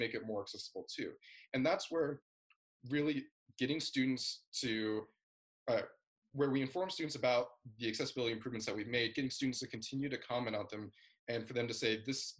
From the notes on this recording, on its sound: Over zoom.